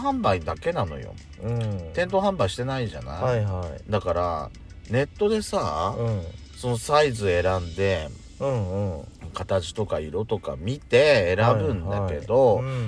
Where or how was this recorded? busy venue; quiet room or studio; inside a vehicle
inside a vehicle